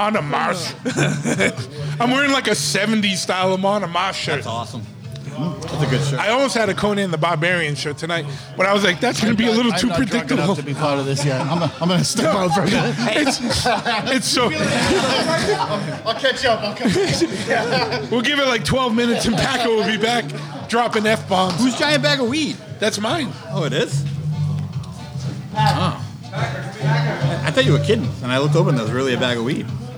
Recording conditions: busy venue